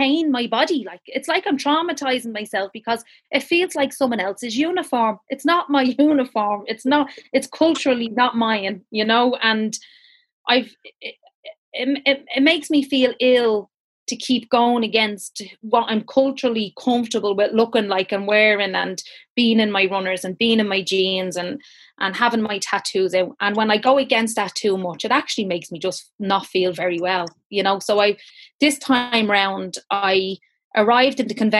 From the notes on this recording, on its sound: An audience of over 150 joined us on Zoom